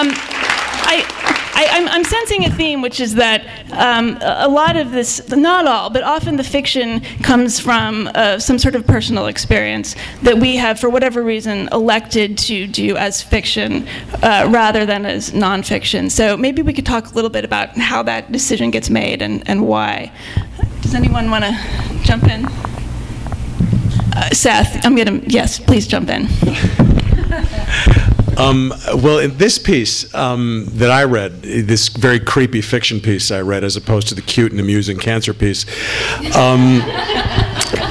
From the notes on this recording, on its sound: In a panel discussion. THIS EVENT WAS RECORDED LIVE AT SKYLIGHT BOOKS JULY 6, 2011.